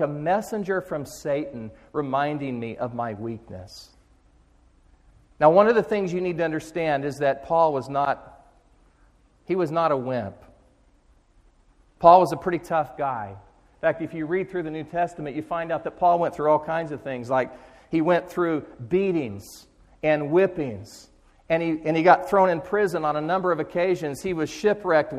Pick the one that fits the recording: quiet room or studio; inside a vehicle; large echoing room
large echoing room